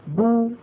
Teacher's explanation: أو، هذه الواو العربية، الواو العربية أو، فلما ننطق باء مضمومة نقول بو بو، ننطق الباء بتباعد الشفتين ويصاحب ذلك انضمام للشفتين إلى الأمام كهيئتهما عند النطق بالواو